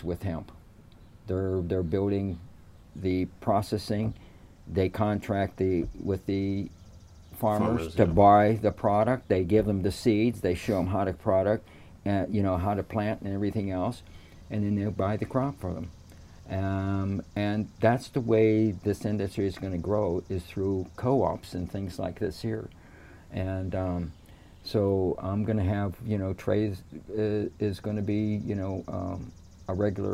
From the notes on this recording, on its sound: Recorder live in the “Hemp House on Wheels” in Blandon PA for the “Hemp Entrepreneur Podcast”.